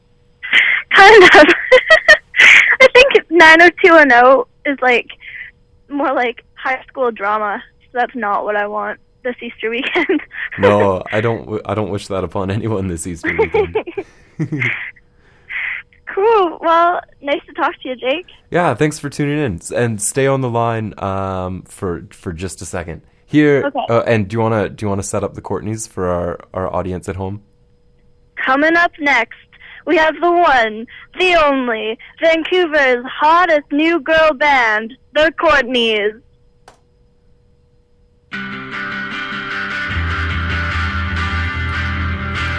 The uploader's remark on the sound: SURPRISE PHONE CALLS